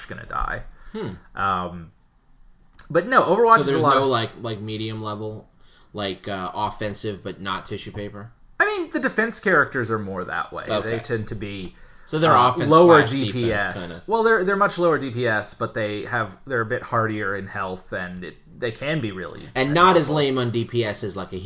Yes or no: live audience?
no